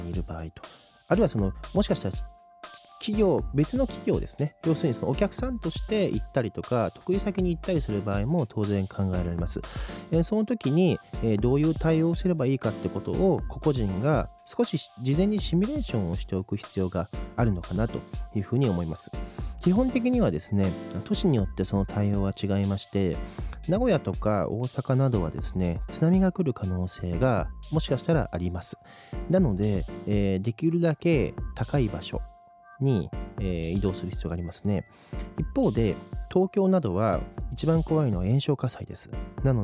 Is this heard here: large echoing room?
no